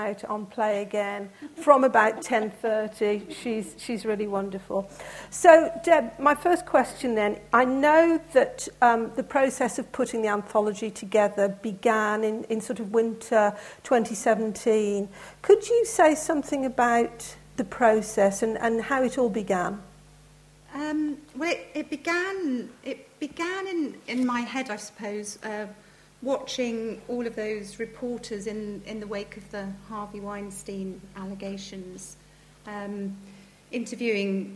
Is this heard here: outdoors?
no